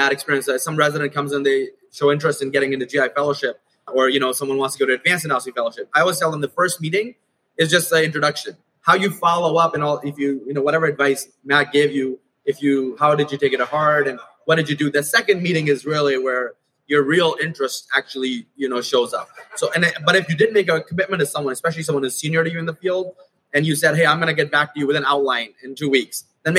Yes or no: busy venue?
yes